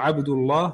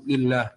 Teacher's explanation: فصل في اللام: تغلظ بعد الضم نحو عبد الله، والفتح نحو فالله، وترقق بعد الكسر